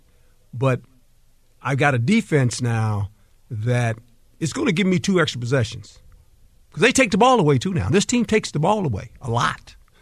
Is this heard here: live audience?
no